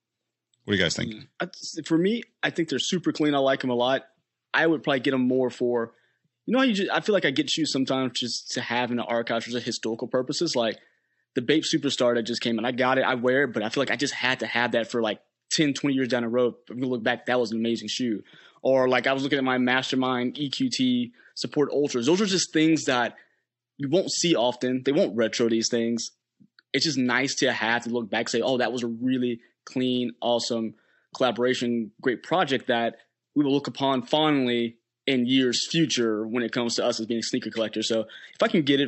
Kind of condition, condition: link, video call